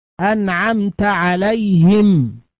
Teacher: وأمثلة الإظهار كثيرة، مثلا: أنعمت عليهم، ننطق الميم نطقا عاديا من مخرجها من غير غنة، هذا هو الإظهار.